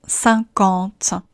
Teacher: 在发鼻音的时候，舌头靠后